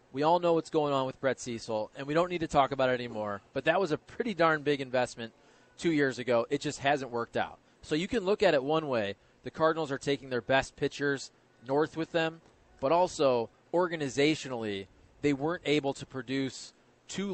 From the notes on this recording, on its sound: broadcasting live from Schnucks in St.